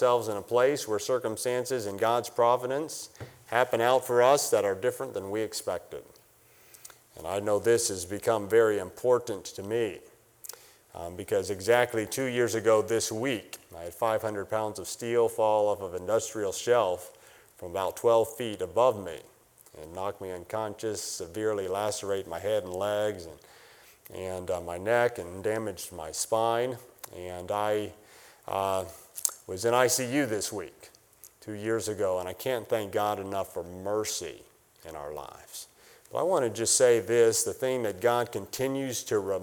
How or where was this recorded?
large echoing room